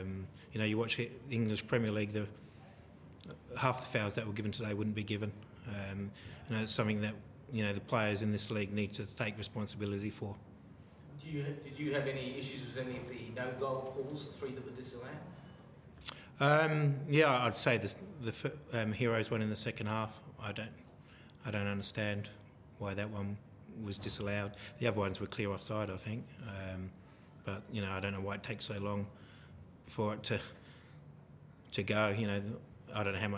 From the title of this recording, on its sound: post-match press conference